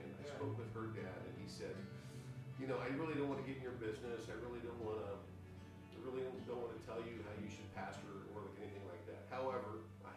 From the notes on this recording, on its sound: We experienced some technical difficulties on this episode, we did our best to fix them and make the episode great. We have fixed the problem and purchased new equipment.